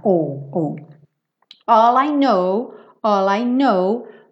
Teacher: o K não é pronunciado e ele tem uma pronúncia bem fechadinha